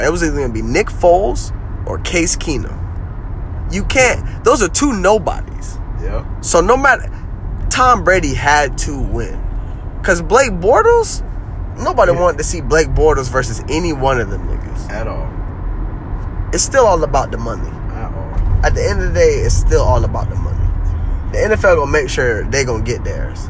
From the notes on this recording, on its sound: coming LIVE from the Humbly Mobile